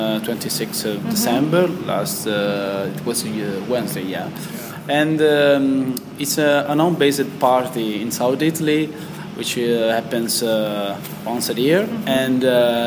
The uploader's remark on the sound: This last tunes&wings interview for 2018 was recorded at an event in Skopje.